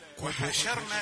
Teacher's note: الراء مفخمة، لكن الشين مرققة · Term: شين رقيقة